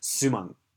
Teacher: I tend to take my N sounds, my N sounds, and turn them into NG sounds.